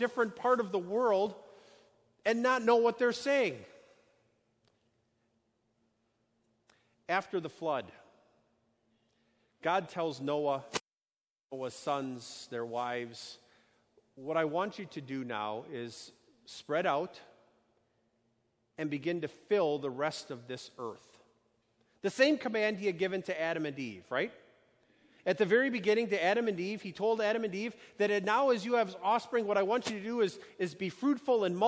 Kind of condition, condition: setting, large echoing room